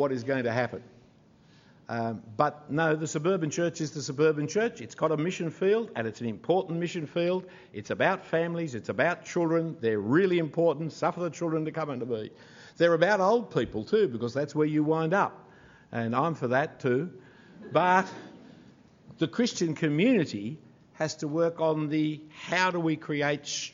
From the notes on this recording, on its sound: Full Event Recording. The full evening recording of the event.